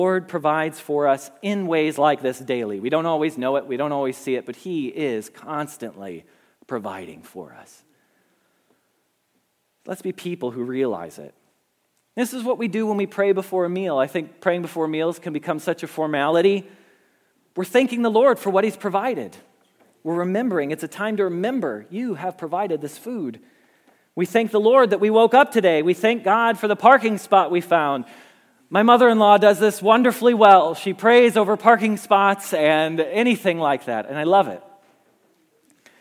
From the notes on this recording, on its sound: Message Preached at Valley Creek Church